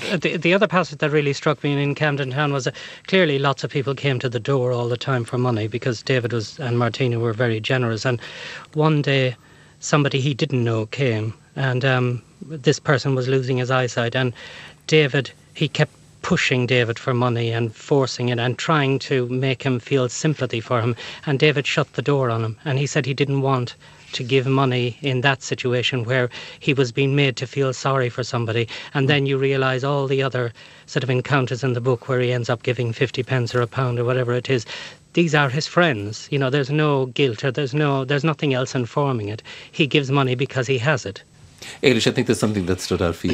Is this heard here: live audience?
no